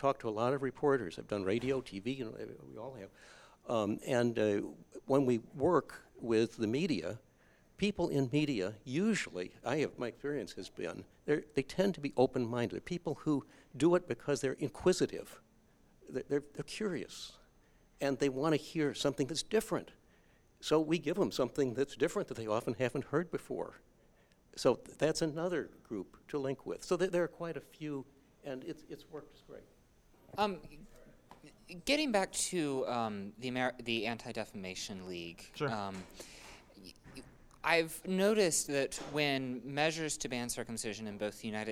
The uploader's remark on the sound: This is a recording of the Q&A from the Chicago screening of Cut. The screening took place at Evanston Public Library.